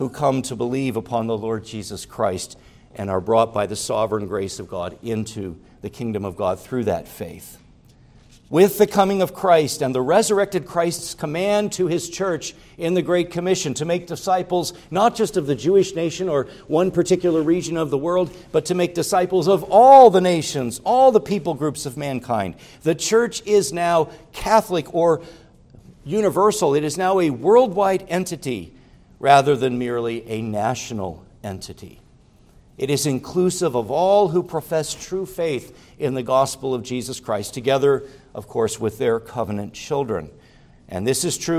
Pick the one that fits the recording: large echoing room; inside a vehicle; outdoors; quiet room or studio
large echoing room